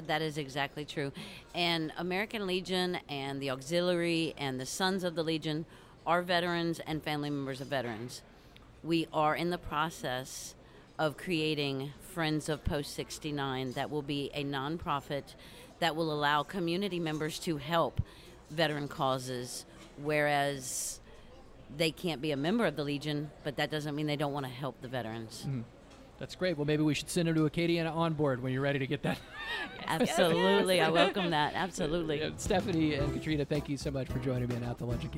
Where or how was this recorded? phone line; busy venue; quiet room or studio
busy venue